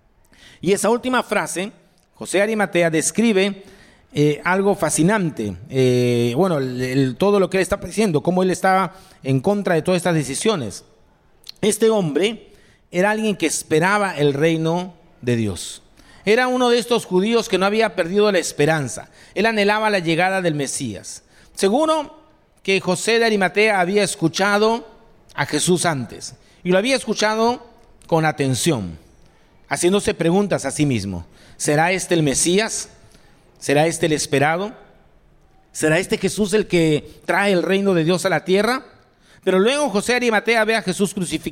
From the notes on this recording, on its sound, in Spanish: Este podcast es la retransmisión de la reunión de iCafe de cada domingo. Puedes también participar de manera presencial los domingos a las 11:30am en Jr. Mariscal Sucre 317, Barranco.